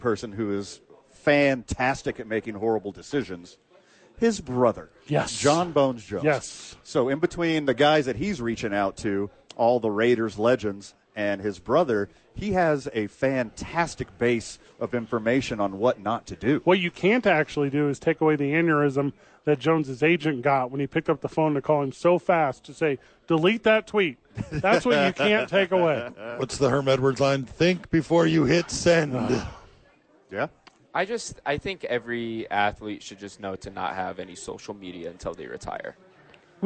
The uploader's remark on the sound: The Bois are live from Howie's Sports Page.